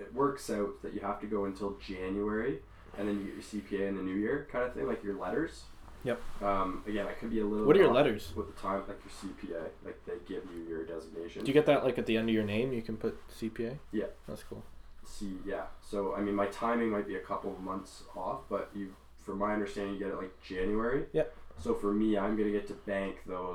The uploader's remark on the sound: we only had a single mic recoring the whole time